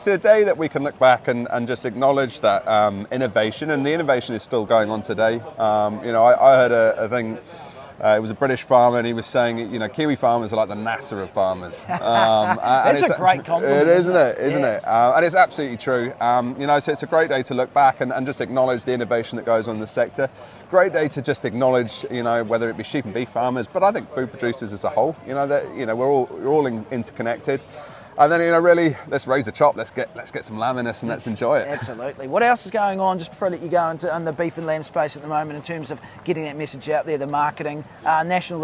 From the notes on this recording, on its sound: live at the Waimumu Field Days event